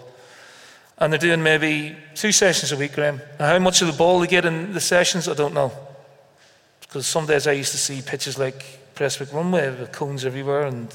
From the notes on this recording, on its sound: We recorded our first live Big Interview just before Christmas. Greenock Town Hall. It was a special event. To help raise funds for Ardgowan Hospice.